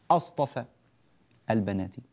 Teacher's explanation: أصطفى البنات على البني، لا نقول اصطفى، هي أصلا اصطفى البنات، فهمزة الوصل سقطت في درج الكلام فصارت الهمزة همزة قطع استفهامية